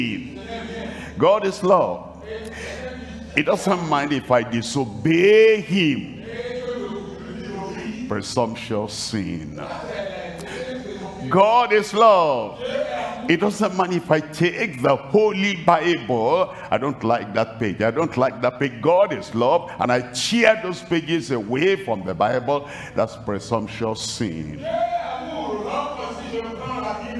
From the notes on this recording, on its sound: live from Lomé, Togo.